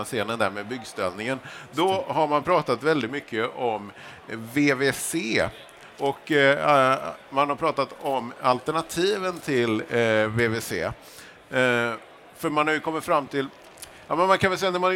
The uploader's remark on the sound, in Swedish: Nordbygg Live. Sänder live från Nordens största byggmässa.